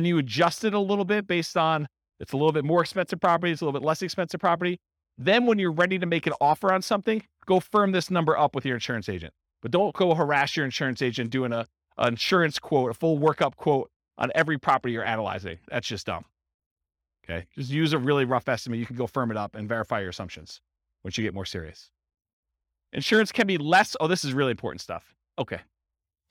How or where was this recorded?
live audience